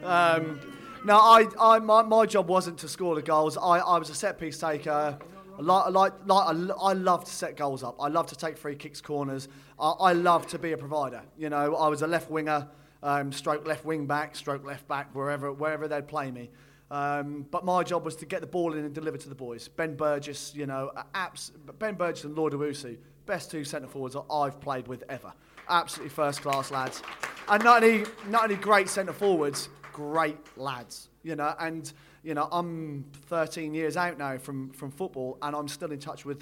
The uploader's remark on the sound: The Beesotted Bees-Up in Fullers Brewery. There were all sorts of tales told on the night.